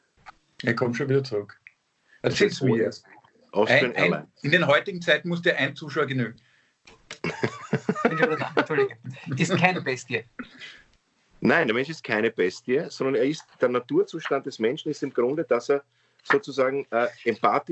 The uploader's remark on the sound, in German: Finden sie ihr Publikum, indem sie einander via Skype am Abend beim Reden zusehen. Aufzeichnung einer Skype Session vom 20.